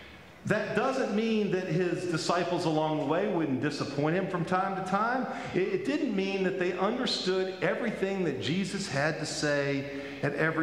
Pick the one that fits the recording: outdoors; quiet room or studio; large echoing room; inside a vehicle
large echoing room